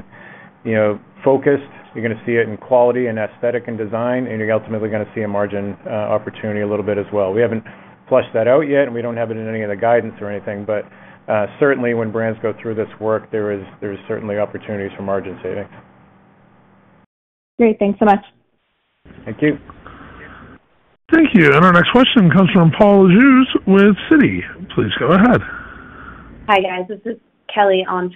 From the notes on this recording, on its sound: Q1 2024 Earnings Conference Call of Deckers Brands.